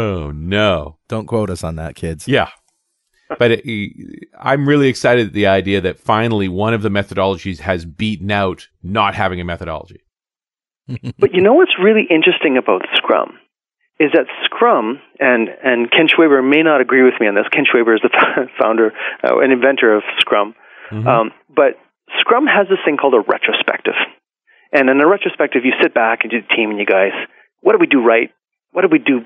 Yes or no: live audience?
no